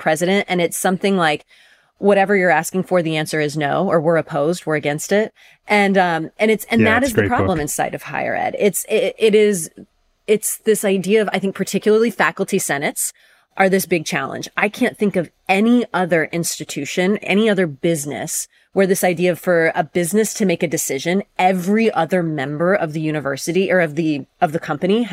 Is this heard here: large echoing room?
no